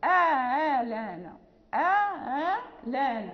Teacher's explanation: يعني الأولى محققة والثانية مسهلة · Term: تسهيل